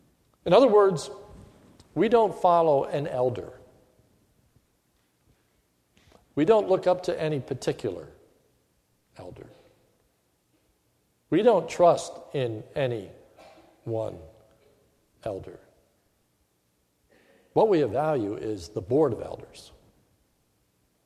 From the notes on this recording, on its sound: Sermon recorded at the Lebanon Bible Fellowship Church on 9/20/2015 during the morning service.